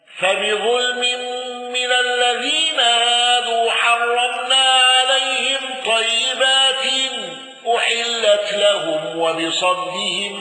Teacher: الأزرق بتفخيم الراء واندرج معه الأصبهاني